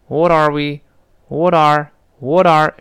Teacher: 如果语速更快一点儿呢，那个 t 也有可能浊化